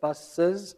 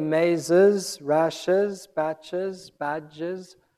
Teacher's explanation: A third group of S-like sounds take plurals in Z separated by a little vowel called schwa, which is written as an upside-down E in phonetic notation and in English just an E.